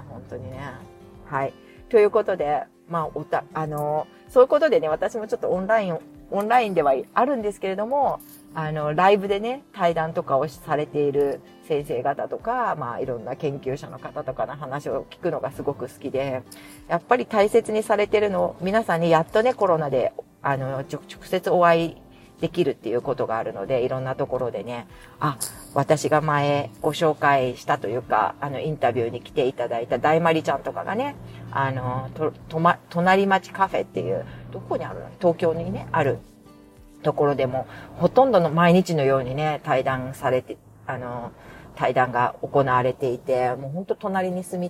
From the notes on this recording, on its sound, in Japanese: お聞き苦しい雑音すみません。雑音注意。